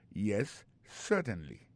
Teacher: gardez bien pour un mot certainly, accent tombé sur le premier syllabe là · Term: accent tonique